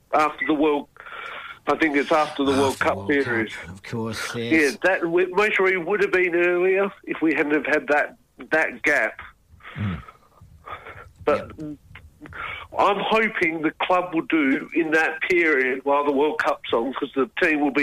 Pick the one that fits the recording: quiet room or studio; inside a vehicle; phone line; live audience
phone line